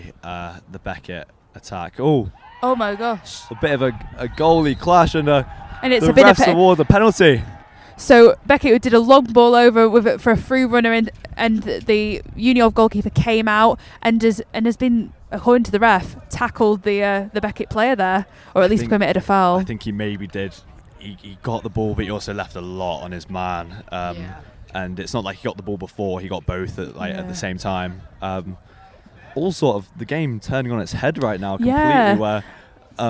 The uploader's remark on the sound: The LSR team go LIVE from Boddington Football Hub